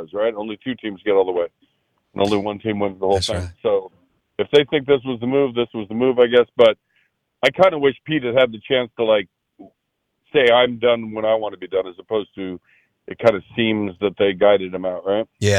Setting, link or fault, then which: link, phone line